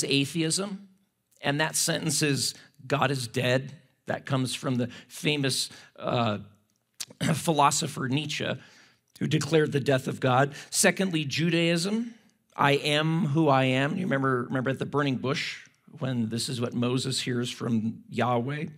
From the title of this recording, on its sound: at Timberline Church - Audio